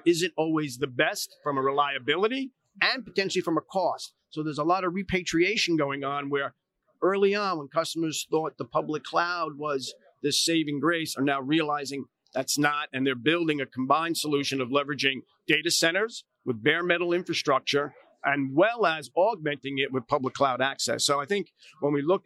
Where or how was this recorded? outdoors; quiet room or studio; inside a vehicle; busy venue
busy venue